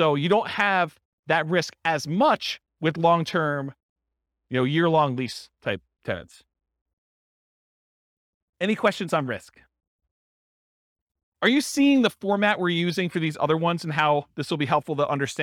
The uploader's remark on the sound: This was a live class recorded